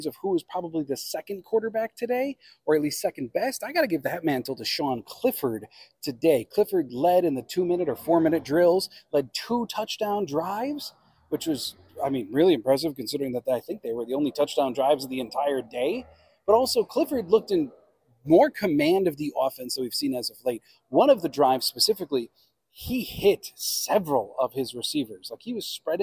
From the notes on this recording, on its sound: on location at Lambeau Field